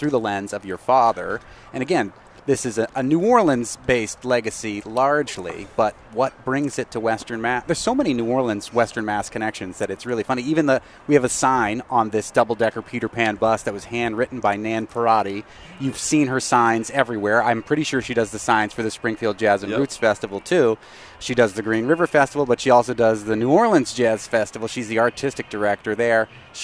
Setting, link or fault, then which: setting, outdoors